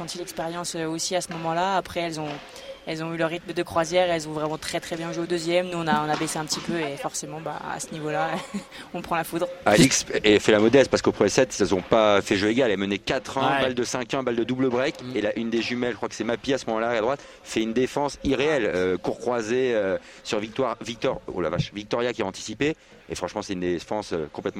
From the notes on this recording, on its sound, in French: Viva Padel en direct du Human Padel Open à Toulouse.